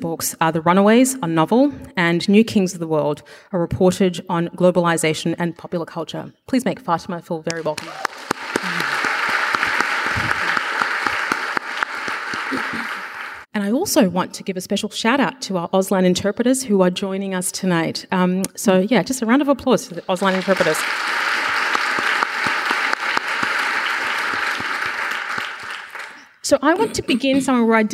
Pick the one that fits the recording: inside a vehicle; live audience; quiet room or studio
live audience